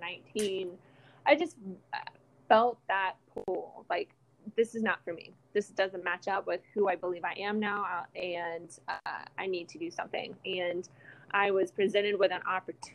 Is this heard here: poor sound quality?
yes